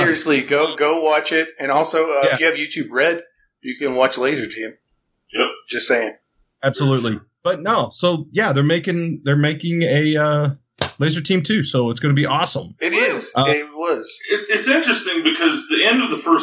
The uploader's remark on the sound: Bad Audio Edition. Our mixer decides it can't power our mics while we talk.